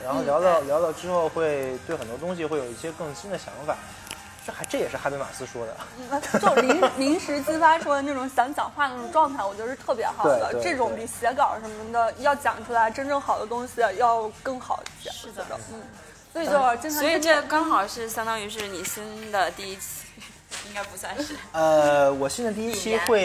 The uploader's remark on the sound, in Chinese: 是我和两个朋友一起在咖啡馆聊天的部分录音剪辑